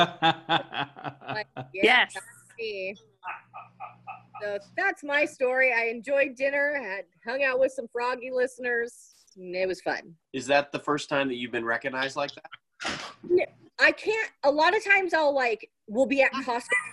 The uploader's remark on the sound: We are back in action via ZOOM.